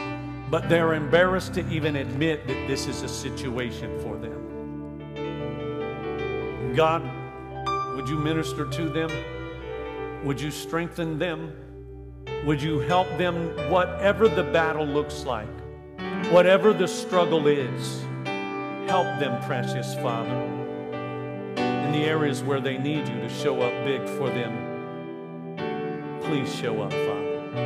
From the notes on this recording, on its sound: This message was recorded live from Central Assembly of God, Bethlehem Pennsylvania.